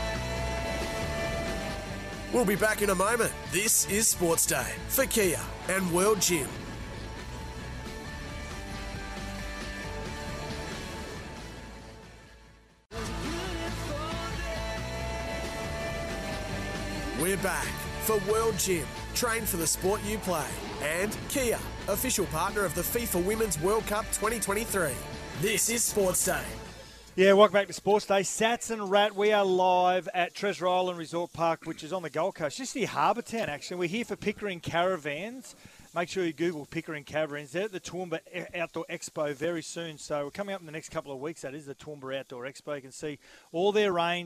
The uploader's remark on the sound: live at Treasure Island Caravan Park